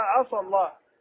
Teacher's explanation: لو أعطى الاستعلاء للسين، والسين ليس من حروف الاستعلاء، لخرجت صادا